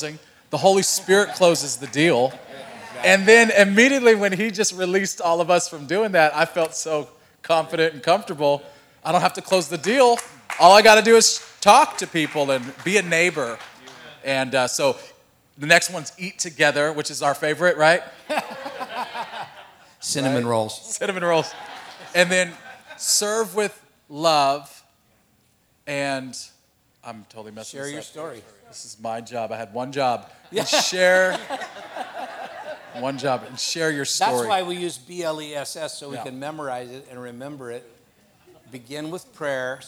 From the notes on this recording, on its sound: A panel of GCC Campus Pastors from all 7 locations. This panel was part of our Inspire Leaders Conference 2022.